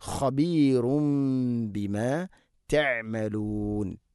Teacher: തെൻവീന് ശേഷം ബ, ഇഖ്ലാബ്, തെൻവീനിനെ മീമാക്കി മാറ്റി മണിച്ചുകൊണ്ട് ഉച്ചരിക്കണം.